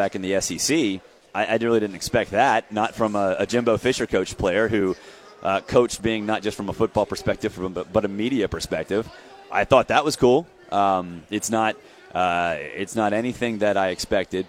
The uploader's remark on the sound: live from SEC Media Days in Hoover.